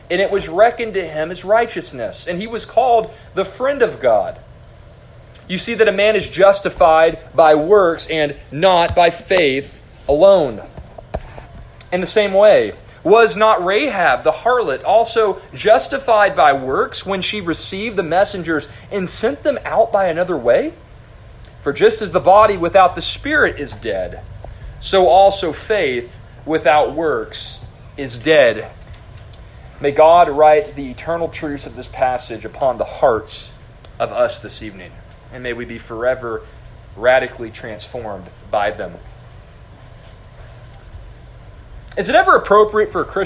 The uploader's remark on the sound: A sermon preached to the youth of First Baptist Church-Edna